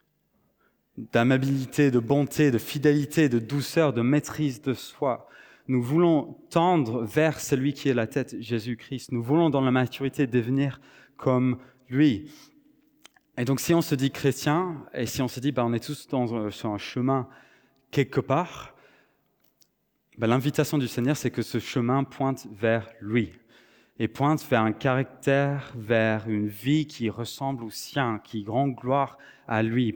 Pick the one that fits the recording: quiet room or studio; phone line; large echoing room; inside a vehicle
large echoing room